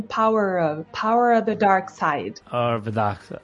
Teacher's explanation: Mas ele nem deve falar o V. Então vira um power of.